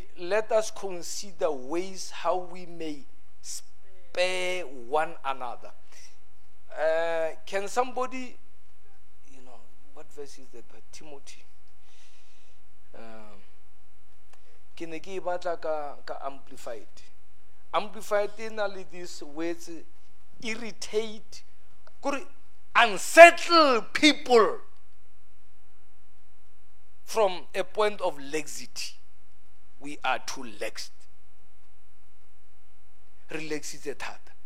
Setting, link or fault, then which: setting, large echoing room